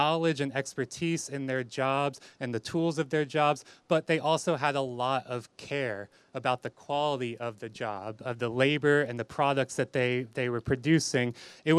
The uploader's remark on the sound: episodes recorded at the teach-in held during the October strike